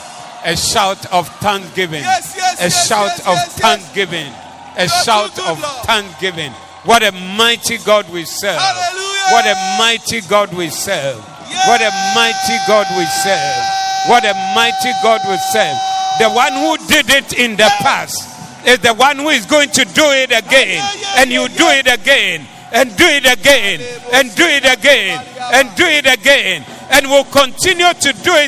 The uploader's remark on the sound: Preached at the Doxa Service